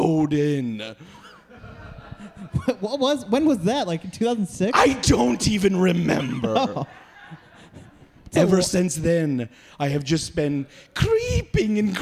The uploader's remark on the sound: LIVE at Planet Ant's 25th Anniversary Celebration